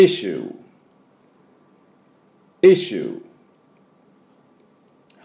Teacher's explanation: 最初の I にアクセントがありまして